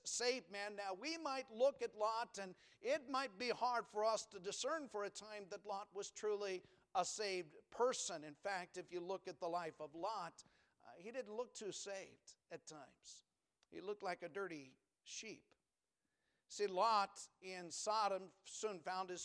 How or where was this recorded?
large echoing room